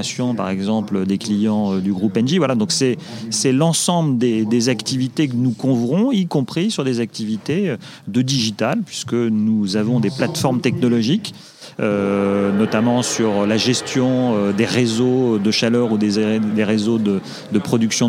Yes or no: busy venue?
yes